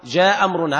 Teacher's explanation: يحذف الهمزة الأولى جاء أمرنا يحذف الهمزة تماما يقرأ بهمزة واحدة جاء أمرنا هذا إزالة الهمزة الإسقاط معناه الإزالة.